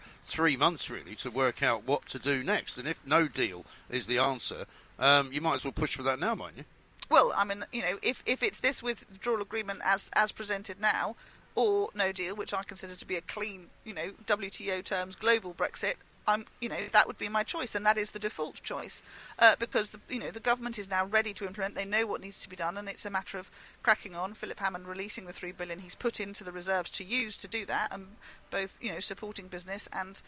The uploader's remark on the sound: came live from College Green